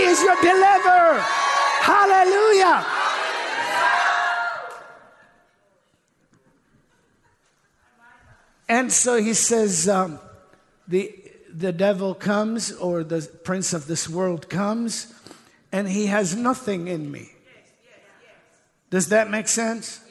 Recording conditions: live audience